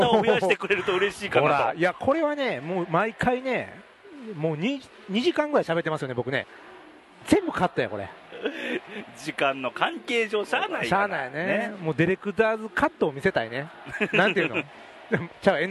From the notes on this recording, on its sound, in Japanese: 久々の甲子園球場での収録！